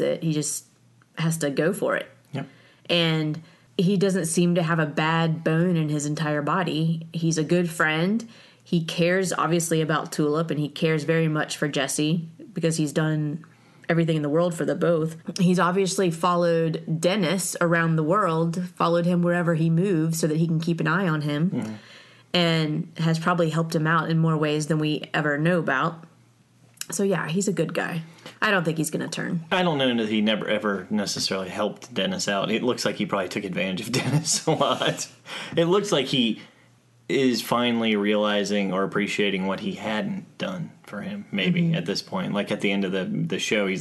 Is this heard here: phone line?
no